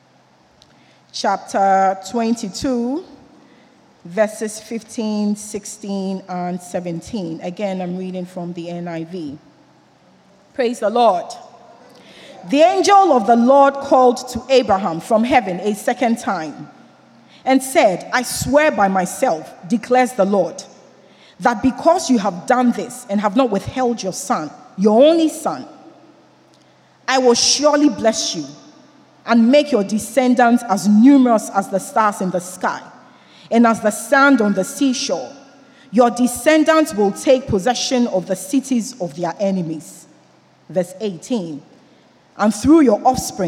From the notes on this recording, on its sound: Sermon preached at CBC Shiashie Campus